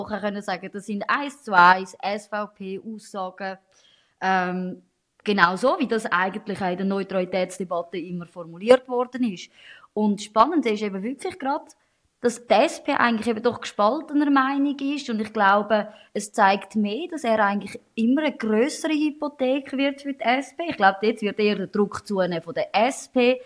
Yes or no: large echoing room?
no